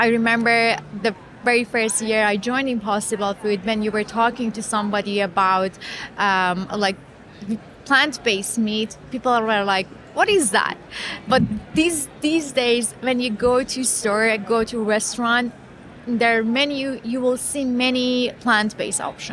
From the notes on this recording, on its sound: during the Rally Innovation Conference in Indianapolis